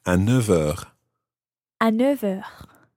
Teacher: In actual fact, your neuf, the F of neuf, becomes more like a V when you're following it on with something else.